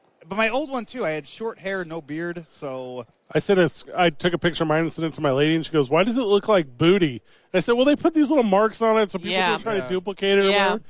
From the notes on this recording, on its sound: live from Radio Row